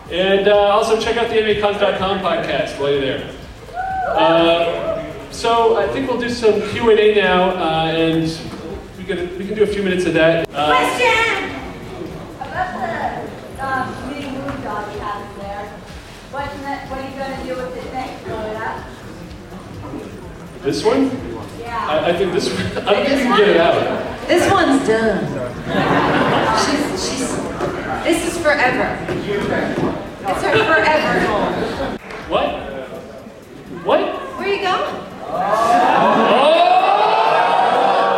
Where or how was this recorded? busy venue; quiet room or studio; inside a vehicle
busy venue